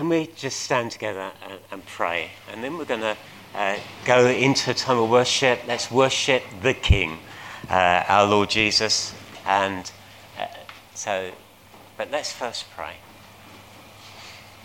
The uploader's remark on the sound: At King's Church, Cockermouth, as an audio file.